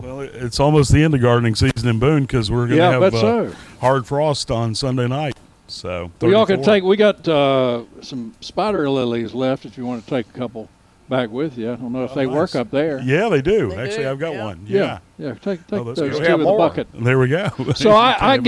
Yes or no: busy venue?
yes